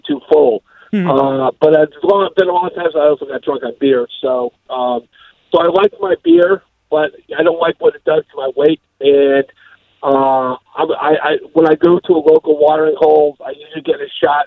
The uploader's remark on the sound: taking some calls